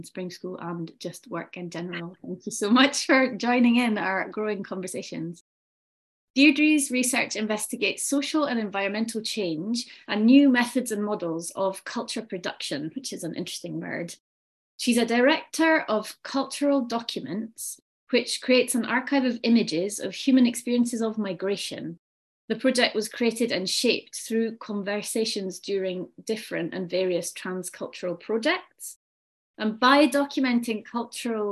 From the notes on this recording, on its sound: At the UNESCO RILA Spring School: The Arts of Integrating, which took place in May 2023. An online panel discussion.